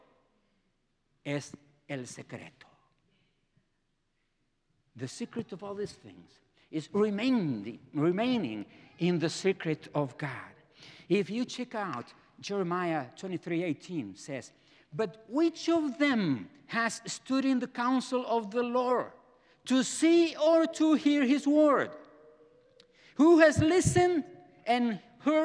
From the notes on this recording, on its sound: presented by Asbury Seminary Kentucky Chapel, recorded on Thursday, October 12, 2023 at Asbury Theological Seminary's Kentucky campus